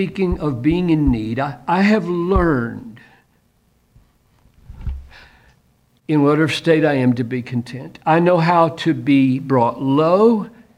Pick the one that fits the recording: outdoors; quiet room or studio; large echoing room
large echoing room